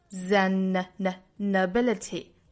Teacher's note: Isn't, an，若读成 zen，isn't zen，再和后面的 ability 再做连读 · Term: 辅加元的连读